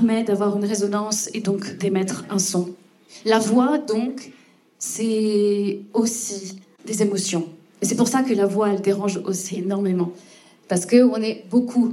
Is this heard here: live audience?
yes